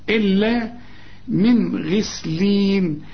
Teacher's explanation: الغين اي نعم مفخمه من الحروف المفخمه، لكن هي هنا مكسوره فنطقها غي، يعني السامع يظن انها مرققة، لكن هي من الحروف المفخمة